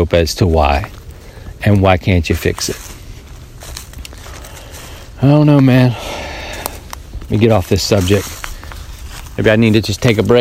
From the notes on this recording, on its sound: Walk and Talk • Mobile DX. We head back to the field for the old walk and talk.